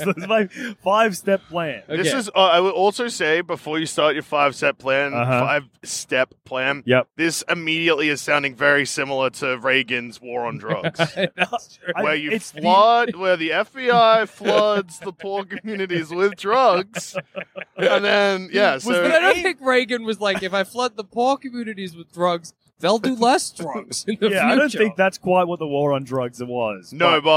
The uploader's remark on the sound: Recorded live from the car on the drive home